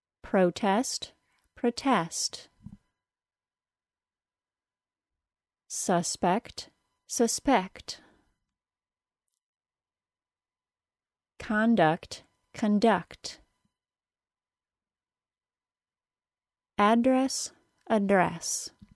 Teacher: I'll say the noun, adjective, first syllable stressed version, then the verb, second syllable stressed version.